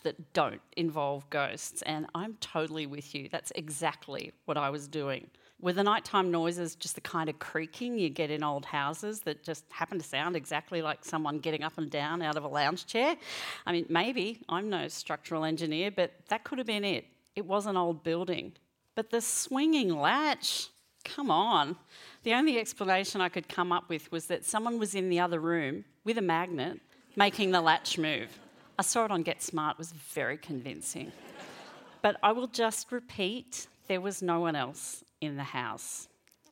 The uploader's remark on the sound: She performed this story at the World Science Festival in Brisbane.